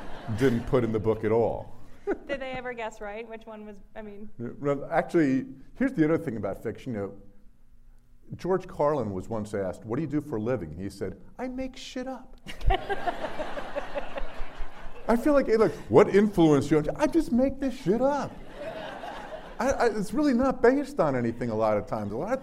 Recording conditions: live audience